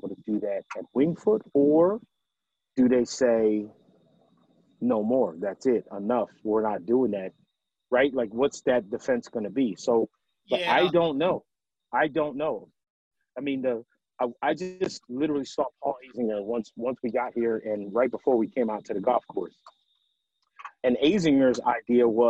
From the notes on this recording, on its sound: Tee off this podcast literally from the tee. Live from the golf course.